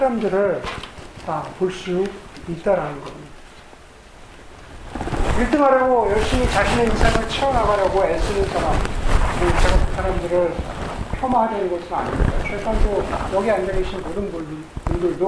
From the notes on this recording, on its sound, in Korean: 마이크 문제로 인해 음질이 좋지 않습니다.